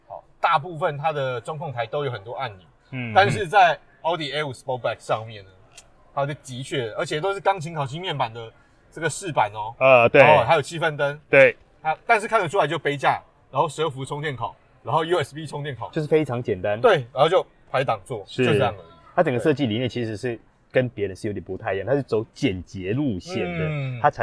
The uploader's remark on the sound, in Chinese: Audi A5 Sportback預拍會現場直擊。